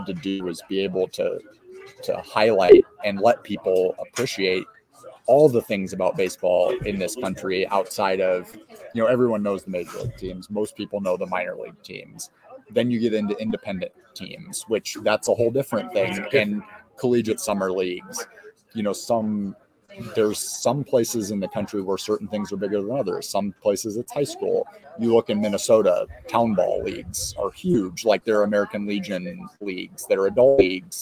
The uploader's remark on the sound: LIVE FROM RUDY'S!